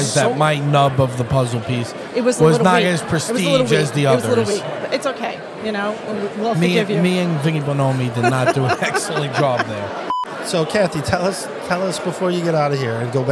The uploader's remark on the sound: LIVE from the Hilton Garden Inn